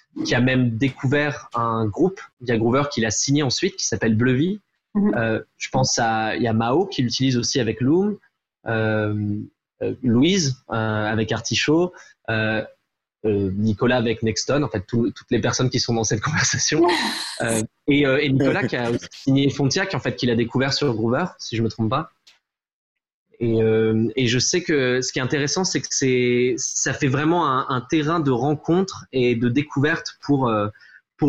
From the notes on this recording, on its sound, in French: Enregistré à distance